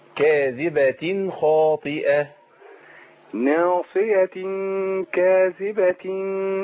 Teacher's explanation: الخاء هنا الإظهار التنوين يظهر عند الخاء